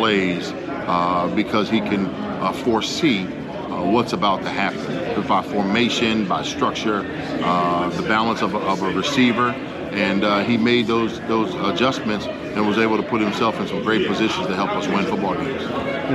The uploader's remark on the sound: live from MEAC Media Day in Norfolk, VA.